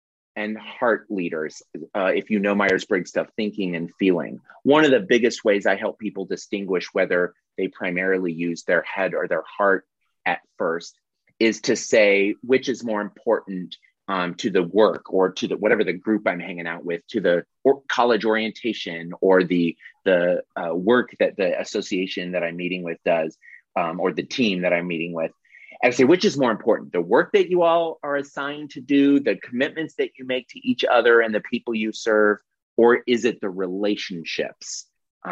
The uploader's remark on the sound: This is the audio replay of the monthly Zoomy Zoom